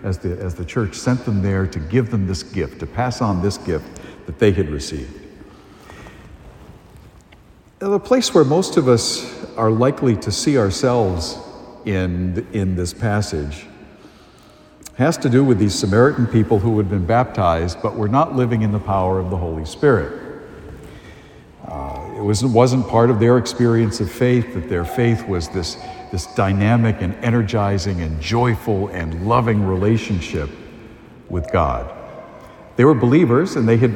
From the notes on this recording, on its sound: A homily delivered at Holy Family Parish in Amesbury, Massachusetts